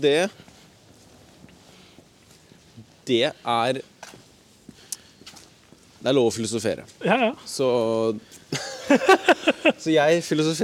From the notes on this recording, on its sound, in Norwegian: Podcast UTENDØRS på tur!!